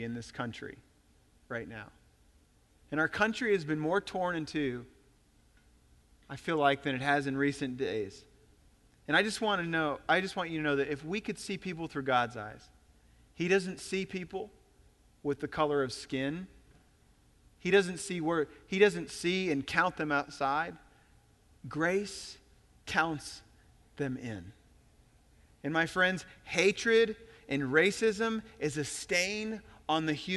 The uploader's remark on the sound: Recorded on August 13, 2017 at Graceland Baptist Church in New Albany, Indiana.